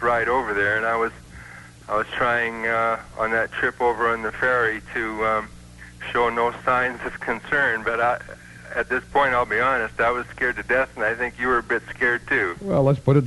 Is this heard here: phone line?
yes